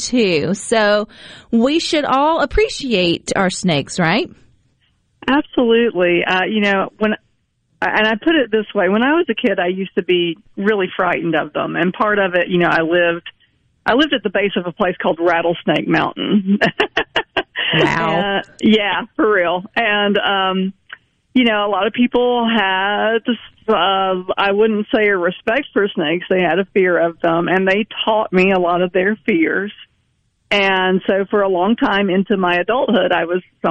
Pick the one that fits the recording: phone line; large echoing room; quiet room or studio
phone line